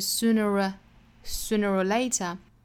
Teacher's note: 但是一般来说在这个词组之中呢， or 是要弱读读成 a